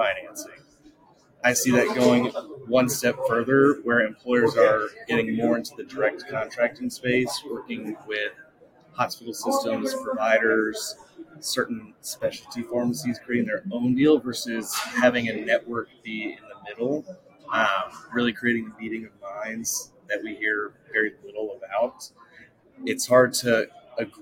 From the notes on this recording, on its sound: Live at the SIIA 2022 Engage Conference